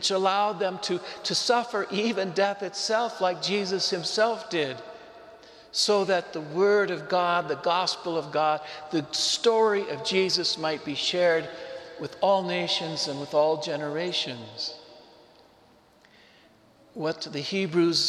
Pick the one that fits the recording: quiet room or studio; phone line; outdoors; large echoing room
large echoing room